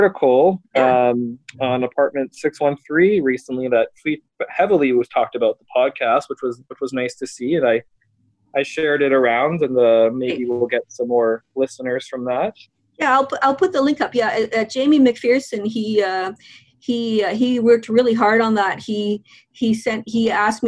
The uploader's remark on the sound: via Zoom